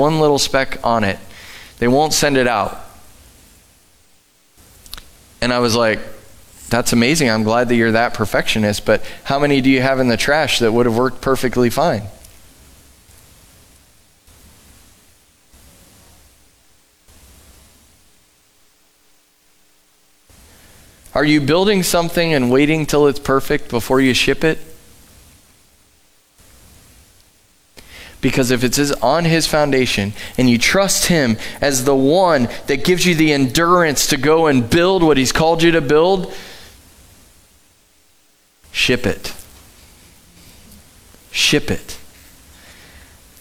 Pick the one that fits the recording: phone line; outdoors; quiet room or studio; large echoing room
large echoing room